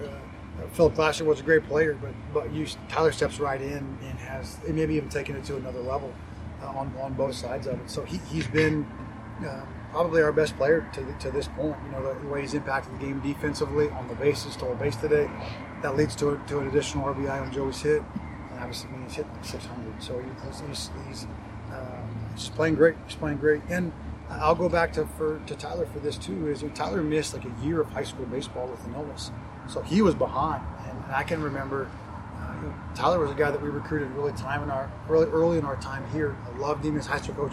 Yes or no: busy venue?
yes